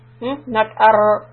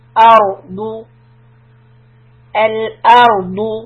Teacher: try not to roll the raw. No vibrations. · Shown in: second take